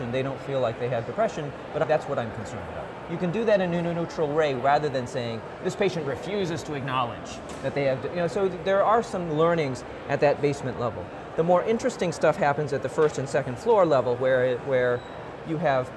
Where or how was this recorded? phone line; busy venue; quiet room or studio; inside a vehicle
busy venue